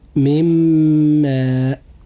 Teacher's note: حرف الإدغام في هذا المثال هو حرف الميم، ونوع الإدغام هو إدغام بغنة، وقد وقع بعد النون الساكنة حرف الإدغام وهو الميم، وهو من حروف الإدغام بغنة، ولذلك وجب أن ننطق هذه الكلمة هكذا: مما.